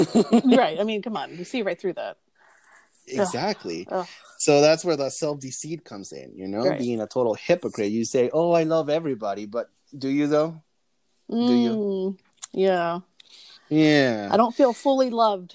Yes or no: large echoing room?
no